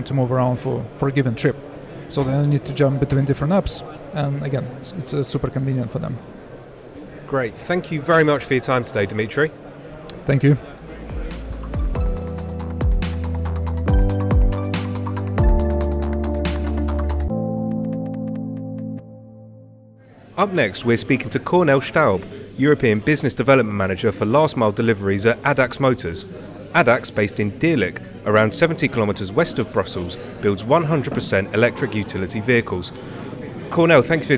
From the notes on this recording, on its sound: Auto Futures Live at Autonomy Paris.